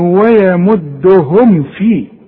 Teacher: ما دام عندك ميم وعليها السكون عند الوصل وعند الوقف ما تغنهاش